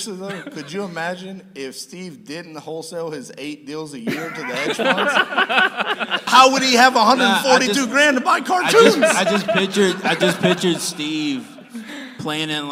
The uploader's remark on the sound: PTD Live from Tampa, Florida. To the live stage at The Family Mastermind event in sunny Tampa, Florida!